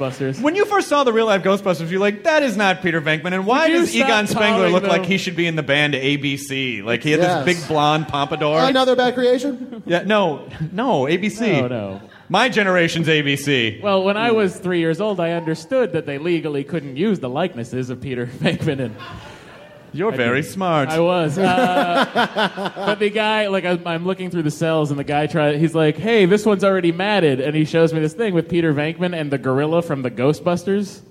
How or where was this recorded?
live audience